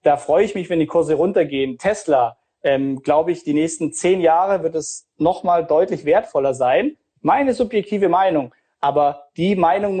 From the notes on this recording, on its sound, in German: Er hat das Live-Event für und mit vielen Freunden und Bekannten organisiert.